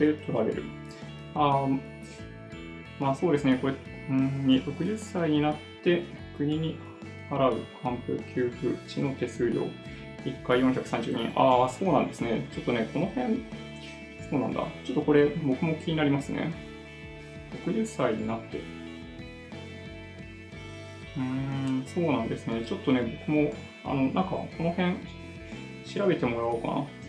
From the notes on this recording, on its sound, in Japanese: ライブ配信時のマイク設定に誤りがあって、MacBook Pro内臓のマイクで収録されちゃってたっぽいですね。聞き取りにくくなってしまっていて申し訳ありません。